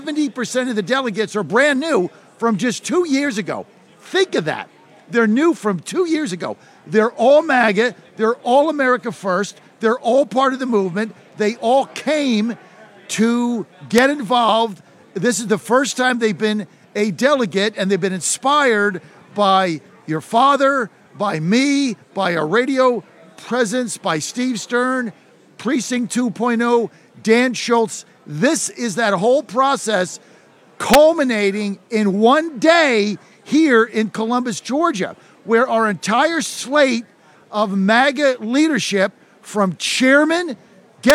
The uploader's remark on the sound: Live From Young Women's Leadership Conference Day 2